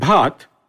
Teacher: The pronunciation of bha comes from the hiss after bha. This is called aspiration.